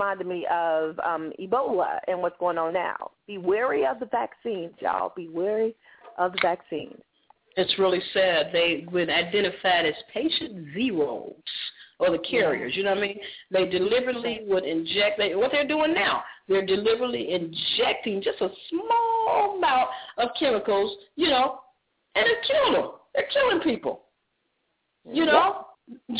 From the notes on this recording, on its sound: opens up the phone lines